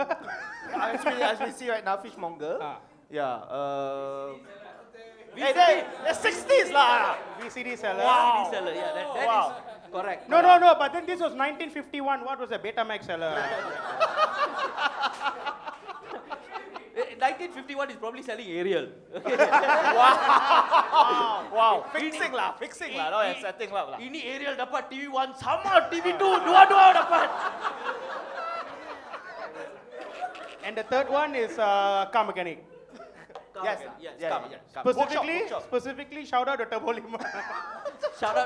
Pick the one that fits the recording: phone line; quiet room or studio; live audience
live audience